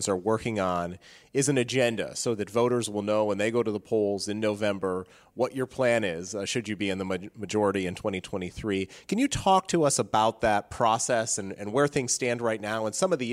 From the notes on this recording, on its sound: from The Heritage Foundation’s annual Resource Bank conference